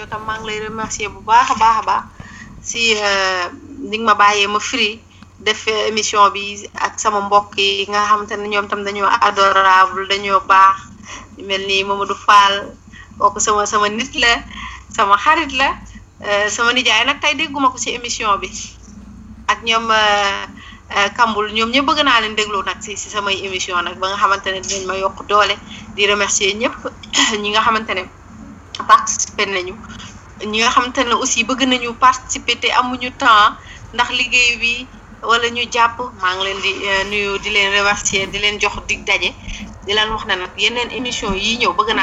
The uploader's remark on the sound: Location of interviewees : Senegal. Our sincere apologies for the background noise.